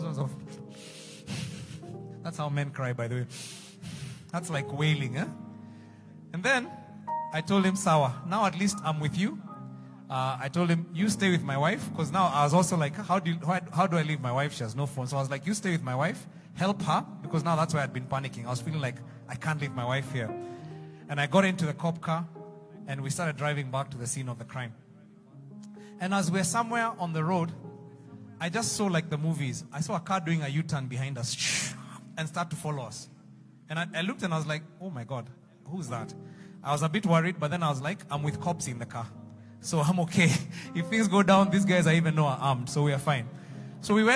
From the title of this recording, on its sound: Preached Live at Mavuno South